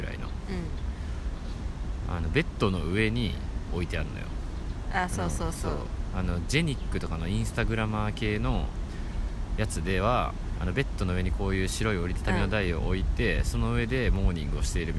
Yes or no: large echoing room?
no